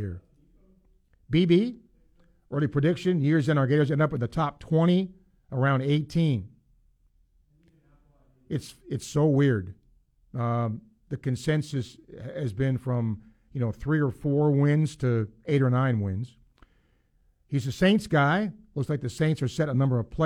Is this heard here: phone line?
no